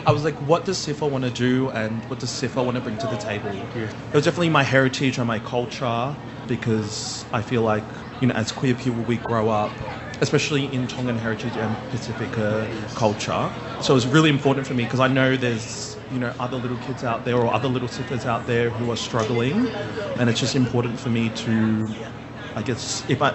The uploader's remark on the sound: PX Whanau Radio live from the streets.